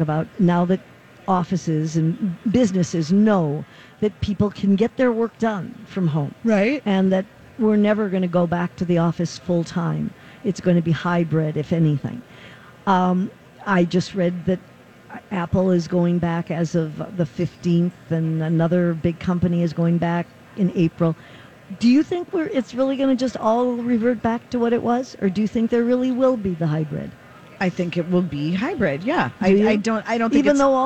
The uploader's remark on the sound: Live from The MPLS Home & Garden Show